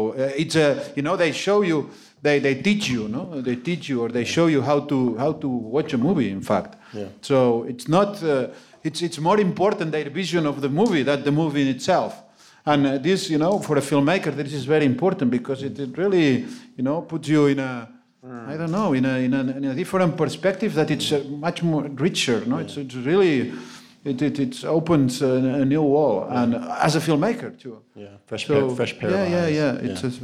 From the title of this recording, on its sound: NYFF Live Filmmakers Chat 2018